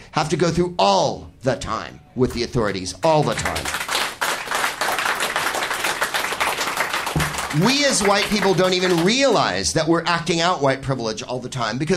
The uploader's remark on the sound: Live from The Comedy Bar in Toronto